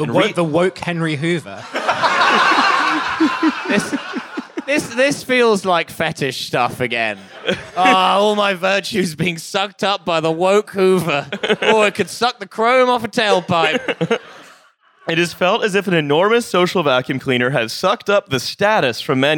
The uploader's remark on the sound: TF Live in Glasgow. We performed live at Slay in Glasgow.